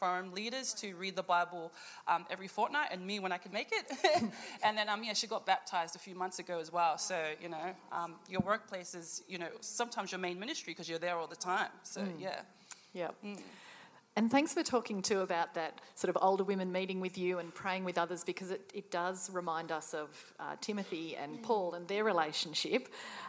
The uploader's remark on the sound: The main feature is from the GROW Women's Conference in Brisbane. Recorded live at the 2019 GROW Conference, this episode is shorter than most.